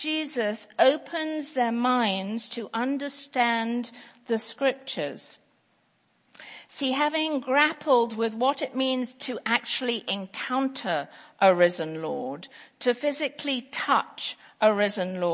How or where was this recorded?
large echoing room